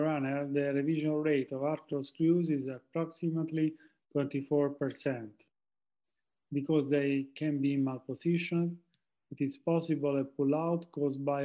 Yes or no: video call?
yes